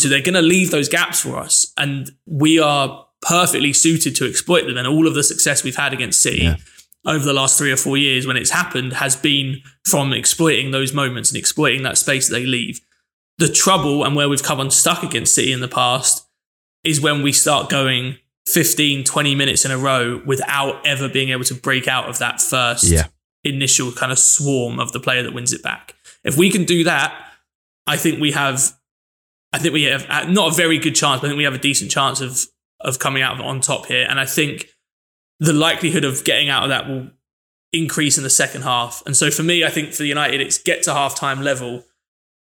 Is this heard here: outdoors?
no